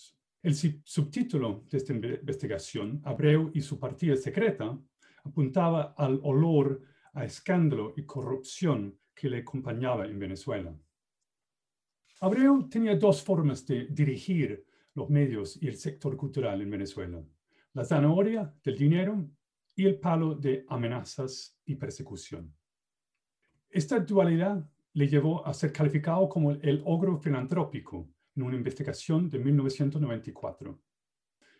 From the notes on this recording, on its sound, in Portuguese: Plataforma ZOOM